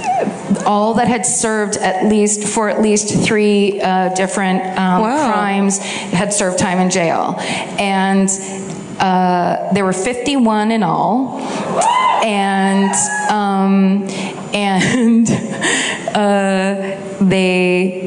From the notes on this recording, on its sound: This week’s My Favorite Murder comes to you live from the Rams Head Live.